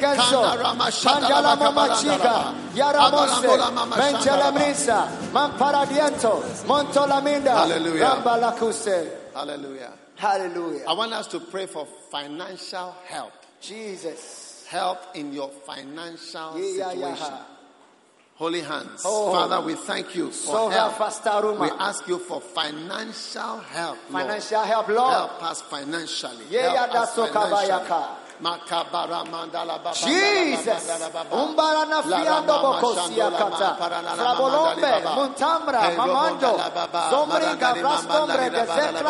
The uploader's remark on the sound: Preached at the Prophetic Encounter Service.